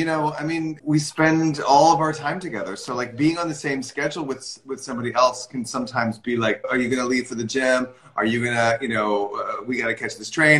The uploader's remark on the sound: This interview was originally presented on Instagram Live